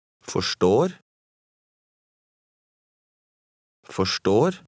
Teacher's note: In number 19, you see an R followed by an S. The R-S combination usually sounds like R-S-H.